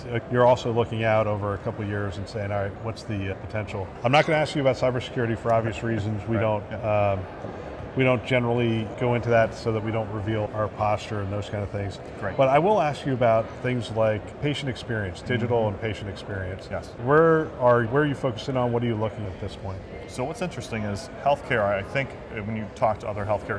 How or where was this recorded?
busy venue